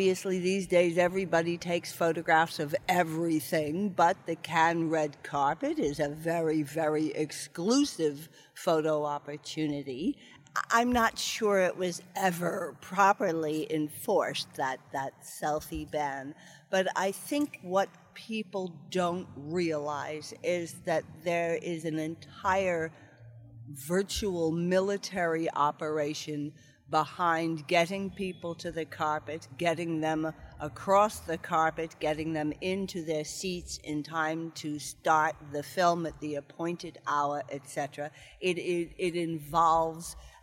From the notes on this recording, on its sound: Screen International reports from the Cannes Film Festival. Special edition recorded on the ground at the Cannes Film Festival.